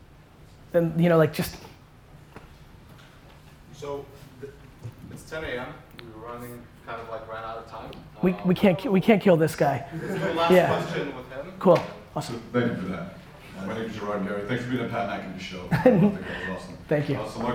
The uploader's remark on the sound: This keynote I gave at CUNY City College